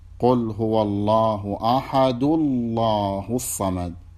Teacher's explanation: تحذف التنوين والدال حيث مضمومة فاللام من لفظ الجلالة تفخم